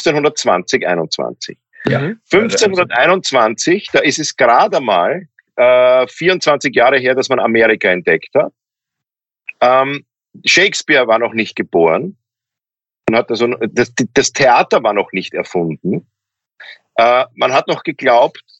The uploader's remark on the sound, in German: Auch wenn die Drei jetzt wieder nicht auf der Bühne stehen können. Finden ihr Publikum auch, indem sie einander via Skype am Abend beim Reden zusehen.